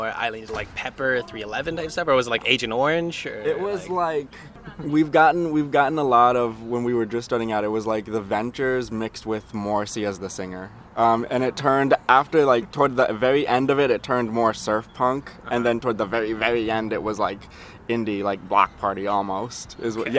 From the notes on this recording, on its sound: Drink coffee at The Coffee Shop.